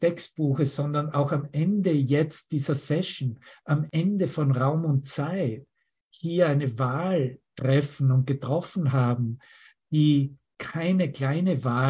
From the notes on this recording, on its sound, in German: Zoom-Session. Veranstaltet von der Aleph Akademie.